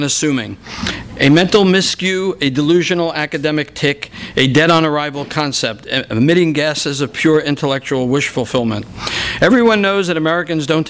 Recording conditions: live audience